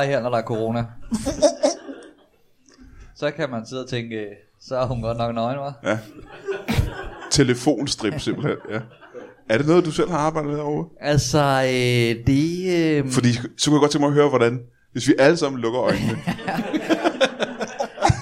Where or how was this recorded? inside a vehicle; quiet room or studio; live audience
live audience